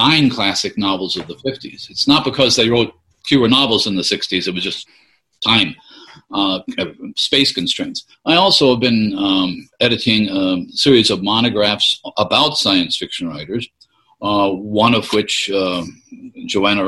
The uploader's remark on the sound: Holding up pretty well here in the lockdown. Doing some Zoom discussions.